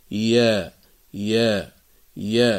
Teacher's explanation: الحرف الثالث والأخير هو حرف الياء غير المادية، وهي الياء المتحركة أو ياء اللين، أي الساكنة المفتوح ما قبلها، وتخرج الياء من وسط اللسان مع ما يحاذيه من الحنك الأعلى، ورأس اللسان يكون تحت الثنايا السفلى، ولا ينقفل المخرج عند النطق بها، وتكون قابلة للمد بانسياب، نقول يا يا يا.